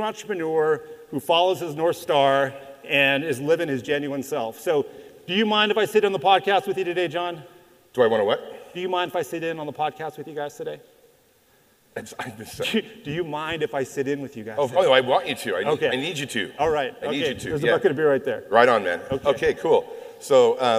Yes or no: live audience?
yes